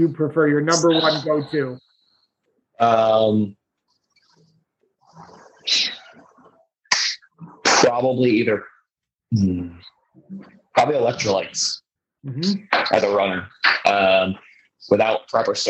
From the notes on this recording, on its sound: Sorry about the audio on this episode.